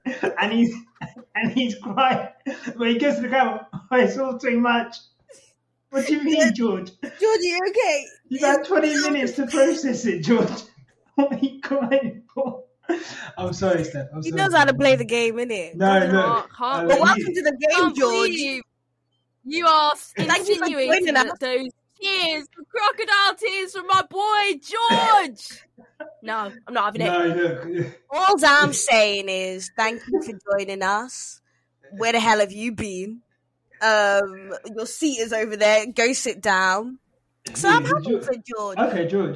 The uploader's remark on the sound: we had so many technical issues with this episode, we truly do apologise.